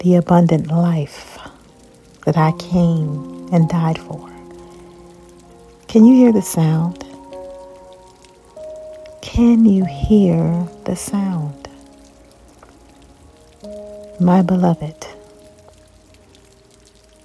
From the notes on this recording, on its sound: Can you hear the sound of rain?